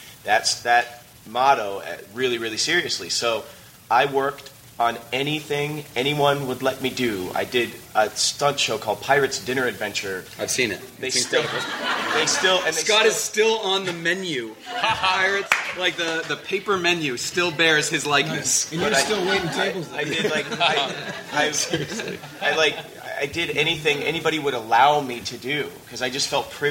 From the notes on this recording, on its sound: Actors Roundtable from ATX Television Festival